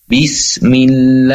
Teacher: Contoh, bismi Allah, maka sebelum lafad lam jalalah itu ada huruf yang berharokat kasroh, yaitu huruf mim, bismi. Maka lafad Allahnya dibaca tipis atau tarkik.